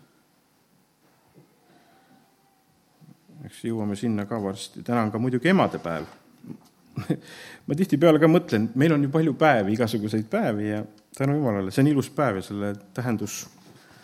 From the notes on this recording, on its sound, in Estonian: Audio salvestus koosolekult